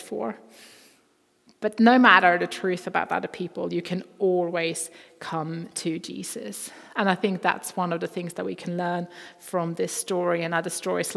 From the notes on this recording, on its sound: Recording from Immanuelskyrkan Skövde.